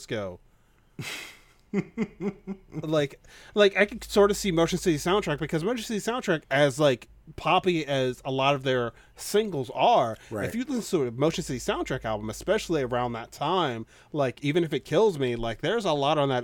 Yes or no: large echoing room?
no